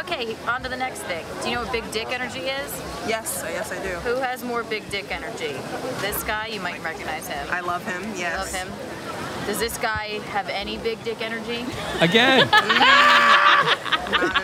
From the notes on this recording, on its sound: Street Interviews. Goes to Washington Square Park to ask people who has more of it.